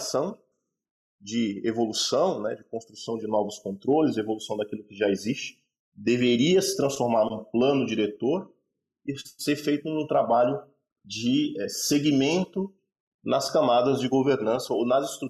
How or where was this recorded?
video call